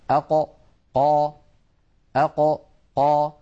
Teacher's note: من أقصى اللسان مع ما يحاذيه من الحنك الأعلى · Term: حرف القاف